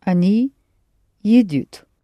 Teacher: Keep the stress on the initial е